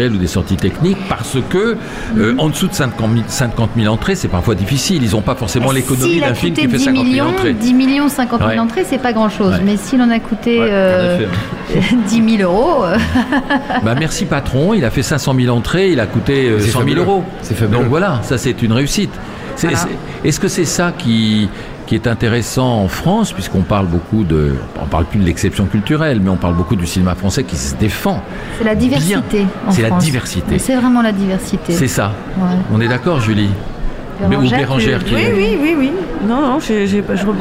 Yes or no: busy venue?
yes